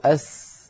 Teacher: الصاد كالسين كالزاي، كما نقول أس كما نقول أز نقول أص، لأن هذه الثلاثة من المخرج نفسه